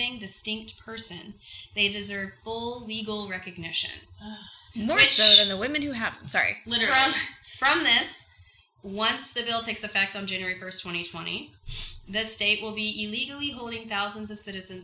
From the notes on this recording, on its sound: Please excuse our audio quality, future episodes are going to sound SO MUCH BETTER!